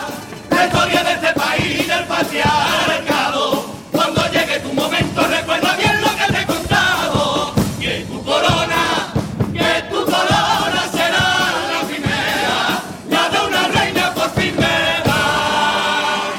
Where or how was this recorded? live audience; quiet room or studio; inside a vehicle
live audience